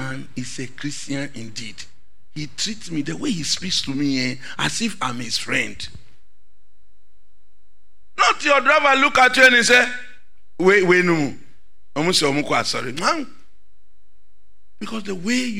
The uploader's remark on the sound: Sermon preached at CBC Shiashie Campus